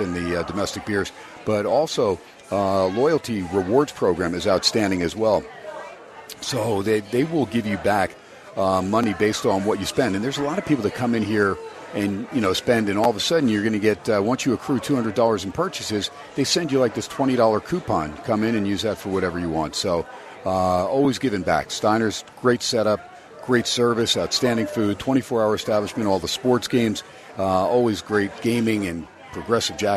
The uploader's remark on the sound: SPORTSXRADIO HUMP DAY AT STEINERS PUB. "Live" from #SteinersPub #LasVegas.